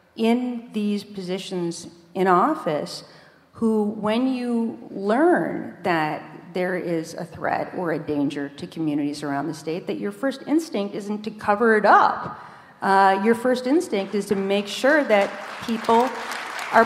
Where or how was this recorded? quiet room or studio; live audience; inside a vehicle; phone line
live audience